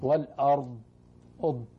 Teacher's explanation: ولو وقف عليها يا شيخ كيف يكون يظهر الضاء؟ ما يقلقل الضاد والارض يعد يضغط على اللسان ما يحركه. ما يحركه لو تحرك اللسان تتقلقل غصب عنه.